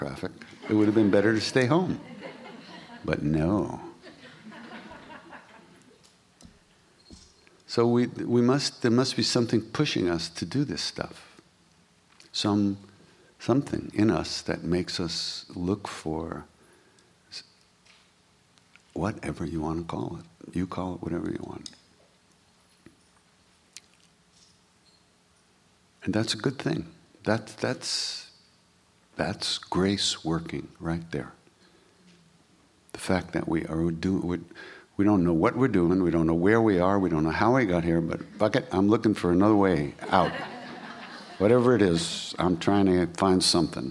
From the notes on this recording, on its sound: during the Heart of Devotion workshop at Princeton University